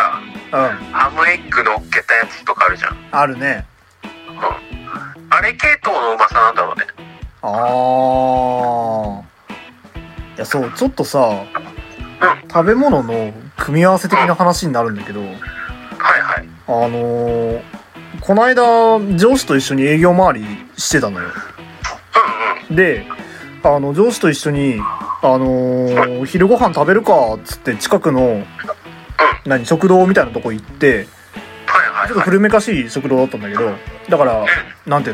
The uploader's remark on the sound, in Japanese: 録音機材：iPhone7